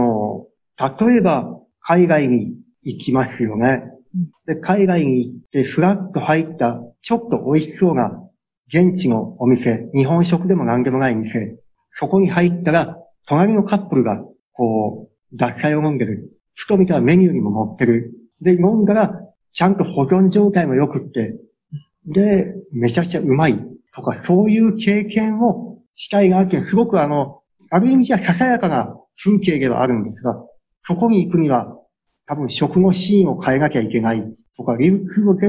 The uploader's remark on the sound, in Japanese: Zoom・オンラインでインタビュー収録をしています。